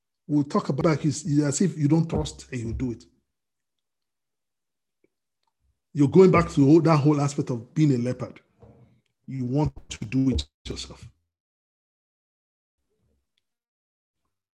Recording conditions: video call